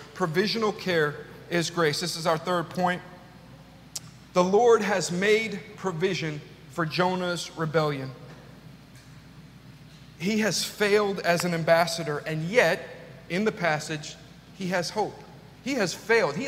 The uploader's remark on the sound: This message was delivered on September 18th 2022 at New City Fellowship: West End. At New City Fellowship: West End in St. Louis, MO.